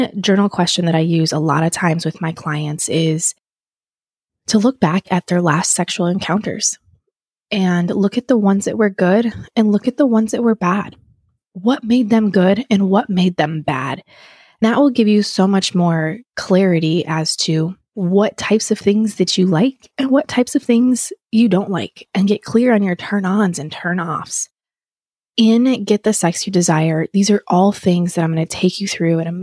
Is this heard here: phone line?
no